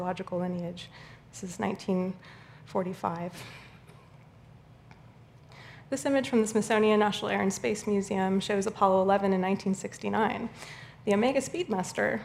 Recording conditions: busy venue